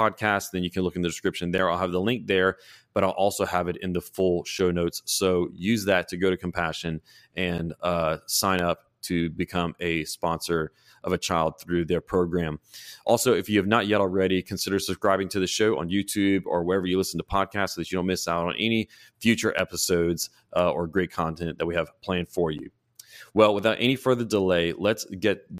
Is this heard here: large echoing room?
no